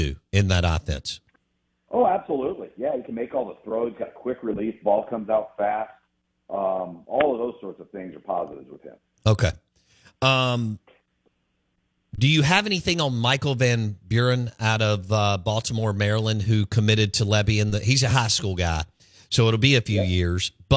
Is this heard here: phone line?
yes